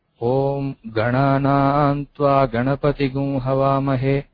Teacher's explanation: So there the initial ga actually is pronounced as an anudata because we start from below. So we say om gananam tva ganapati gum, so the ga goes below, and then the na it's actually pronounced normally, which is the udata.